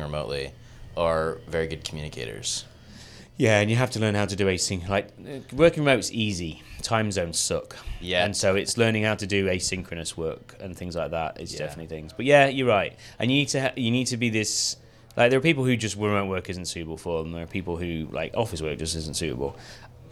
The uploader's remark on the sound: We recorded this episode at GitHub Universe 2022 in San Francisco.